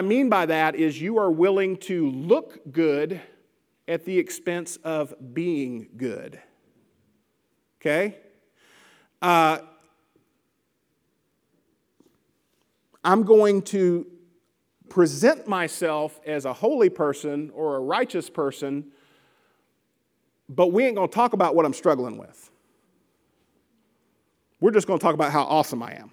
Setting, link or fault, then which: setting, large echoing room